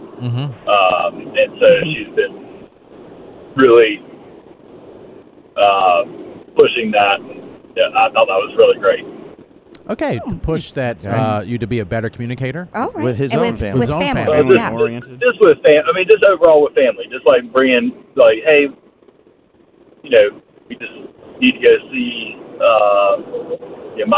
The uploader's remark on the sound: Significant Others call in to let us know our green flags!